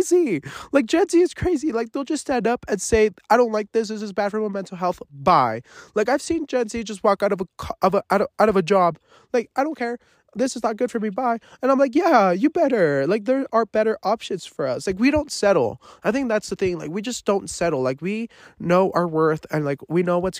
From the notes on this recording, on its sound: Live from the forest. I am camping alone.